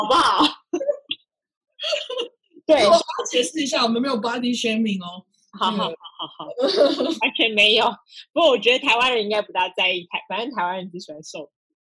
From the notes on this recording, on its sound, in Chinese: 初期音質不佳，敬請見諒。